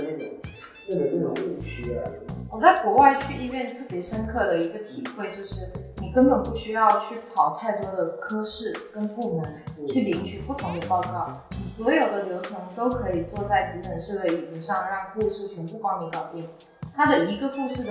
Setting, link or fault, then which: fault, echo